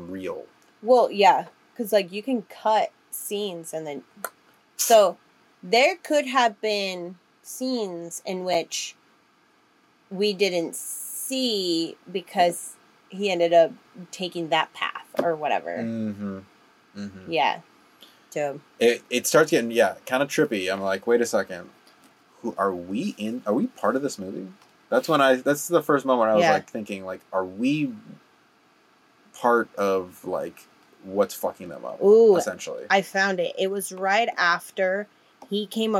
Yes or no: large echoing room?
no